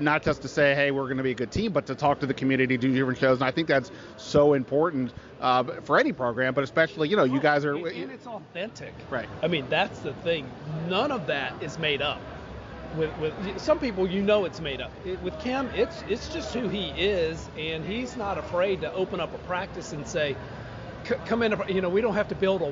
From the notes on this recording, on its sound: Live from the Washington Commanders' welcome home luncheon.